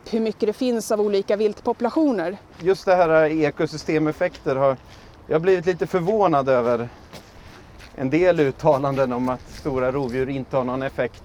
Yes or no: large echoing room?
no